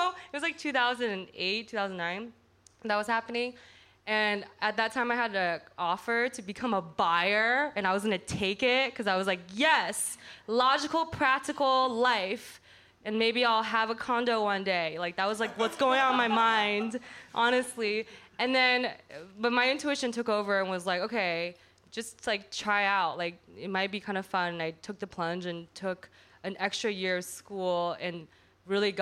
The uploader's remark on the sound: Recorded live at Wythe Hotel. As part of The Great Discontent Live series.